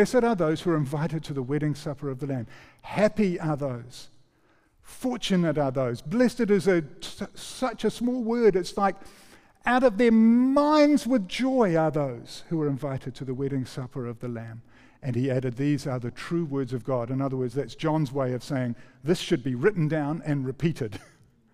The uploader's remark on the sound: recorded 5-11-23 PM gathering